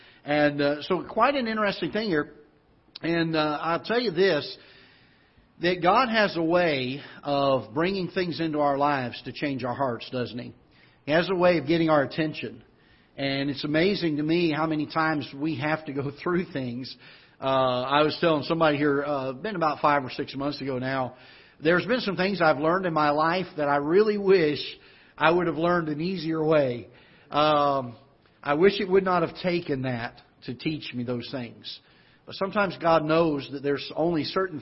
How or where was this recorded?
large echoing room